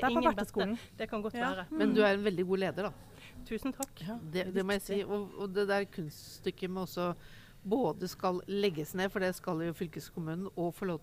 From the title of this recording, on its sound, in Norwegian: Live fra Høyres Landsmøte 2022